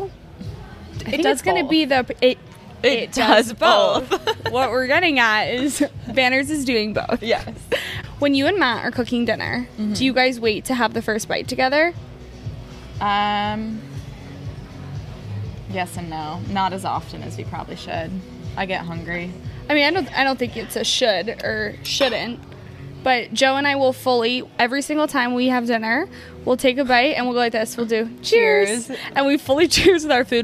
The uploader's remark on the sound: Brunch at Banners. Record an episode at Banners - aka the sports bar where the YCDB podcast was kickstarted back in 2022.